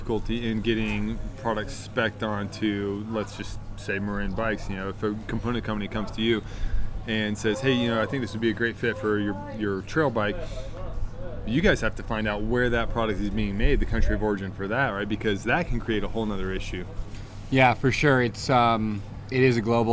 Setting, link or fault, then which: fault, wind noise